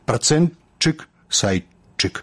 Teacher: па праўдзе гук «т» павінен зліцца з наступным «ш» у гук «ч»